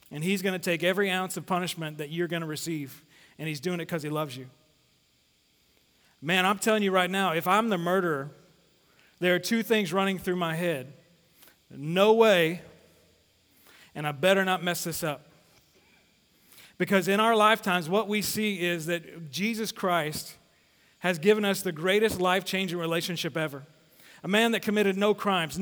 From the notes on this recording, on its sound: Sermon series at The Fellowship in Nashville. Recorded live at The Fellowship at Two Rivers.